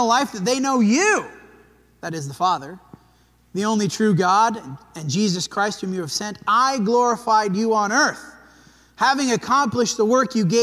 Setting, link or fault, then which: setting, large echoing room